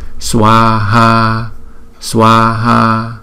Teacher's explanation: Và hai chữ A đều có dấu gạch ngang trên đầu cho nên chúng ta đọc hai nhịp hết.